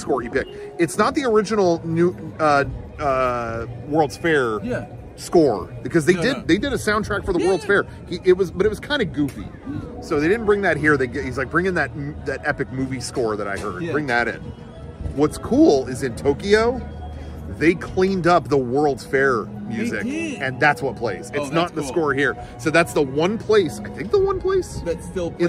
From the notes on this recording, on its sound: Recorded at the Main Street train station at Disneyland